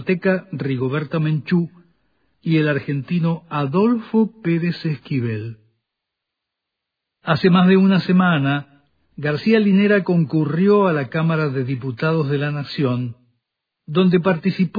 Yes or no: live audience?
no